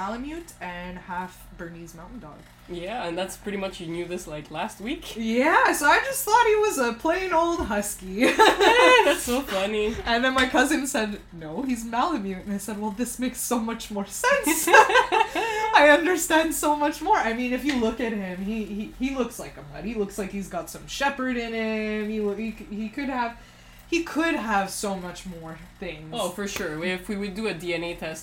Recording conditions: sounds in the background